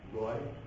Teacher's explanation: Or there's famous film directors such as R-A-Y, Roy. It's someplace in the middle between an A and an O. It's a rounded A, the way it's pronounced.